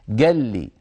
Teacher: هذه أصلها قال لي، يعني اجتمع في النطق لامان، لا متحركة ولا متحركة، فسكنوا الأولى فصارت ساكنة وأدغموها في اللام الثانية فصارت قال لي أو قال لي، نفس الموضوع.